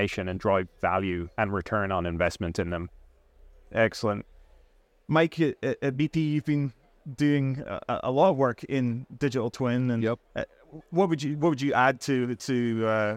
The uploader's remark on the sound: On this podcast recorded live at Offshore Europe 2023.